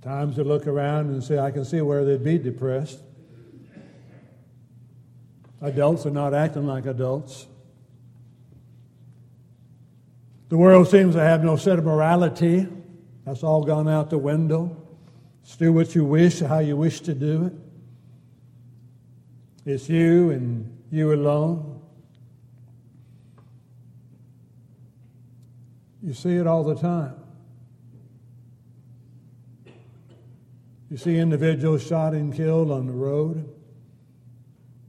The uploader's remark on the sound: Downtown Church Of Christ Audio Sermon